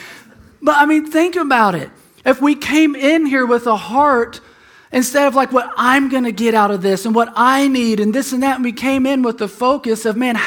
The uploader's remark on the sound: Preached at Emmaus Church on Sunday, October 20th, 2019.